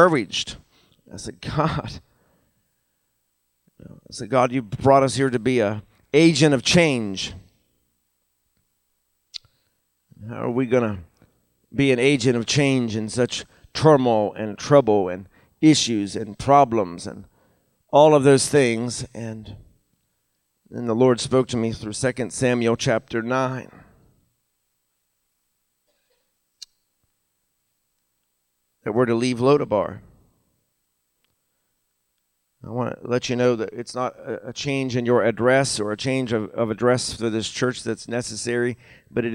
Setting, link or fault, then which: setting, large echoing room